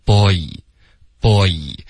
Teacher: 后面呢是一个 bo, bo 的音， o 滑到 e